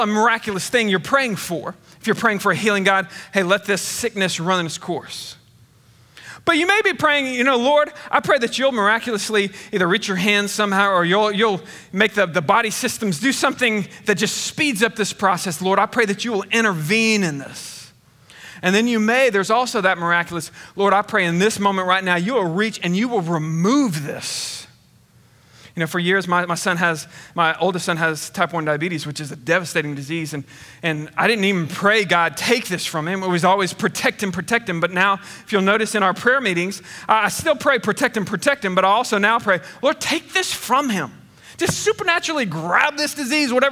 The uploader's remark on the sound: Recorded on 8/22/21 at Connection Point Church